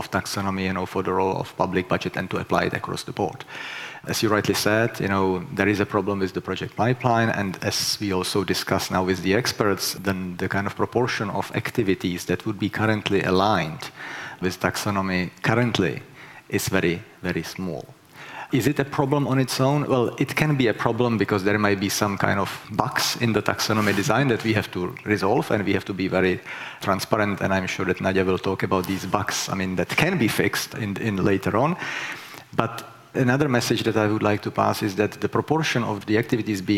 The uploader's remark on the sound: was recorded during the second CEE Sustainable Finance Summit in May 2022.